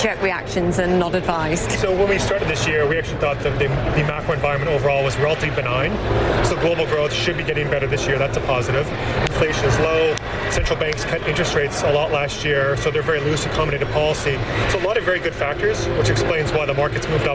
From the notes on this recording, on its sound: Live from the New York Stock Exchange.